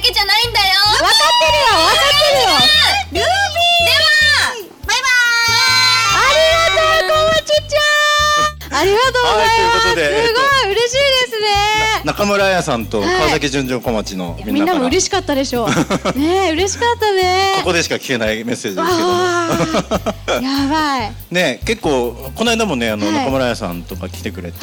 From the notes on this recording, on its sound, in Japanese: 川崎モアーズ屋上ビヤガーデンをお借りしたライブイベントでの公開収録。